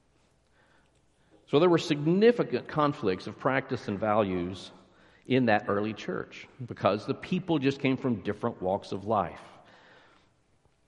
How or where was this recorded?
large echoing room